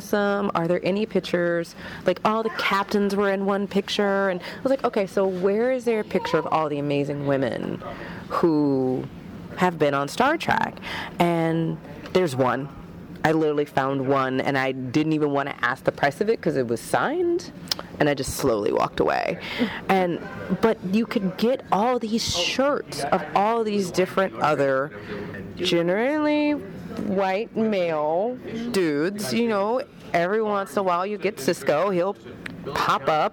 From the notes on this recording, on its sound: on the convention floor